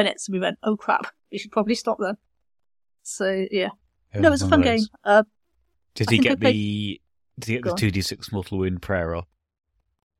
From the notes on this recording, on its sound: Trying something new with the editing this month - conversation might be a bit more natural, but also the noise cancellation may have over-cancelled us a bit.